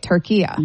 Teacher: It's a short A at the end, not the long A.